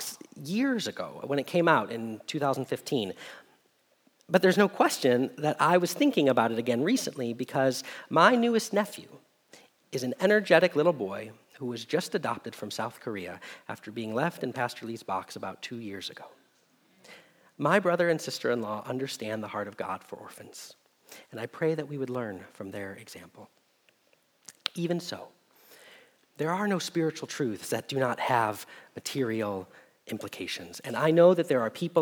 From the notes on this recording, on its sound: Message Preached at Valley Creek Church.